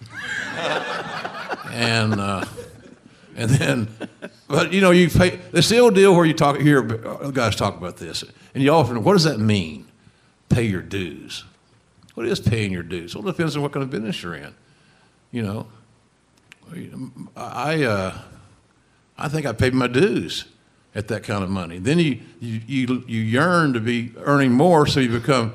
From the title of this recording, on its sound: Live at Hilarities Cleveland